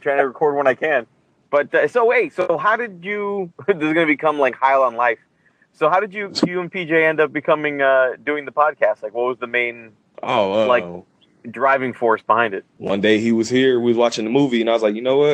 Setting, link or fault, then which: link, phone line